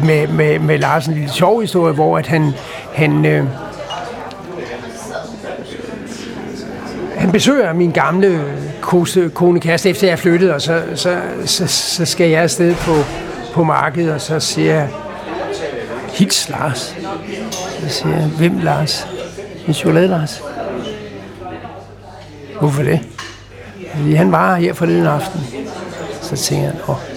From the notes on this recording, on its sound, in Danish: Optaget på Axelborg Bodega, København